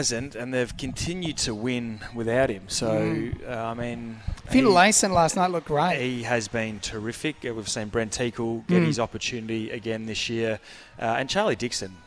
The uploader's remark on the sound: live from Harbour Town